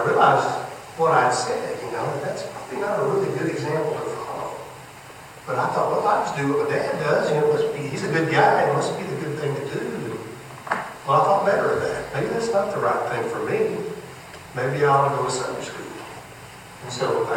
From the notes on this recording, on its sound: Audio isn’t that Great! New Hope Fellowship at River Road Amarillo, TX. I apologize for the audio, I recorded it with the voice recorder on my old iPhone.